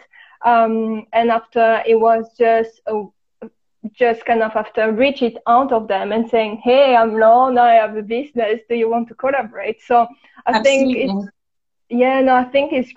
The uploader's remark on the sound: It was my first-ever Instagram Live